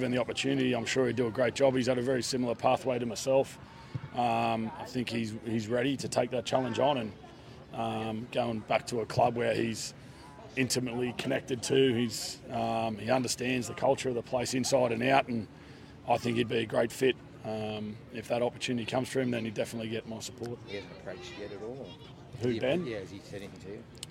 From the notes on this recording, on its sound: This mornings interviews live from the Rabbitohs Centre, Maroubra.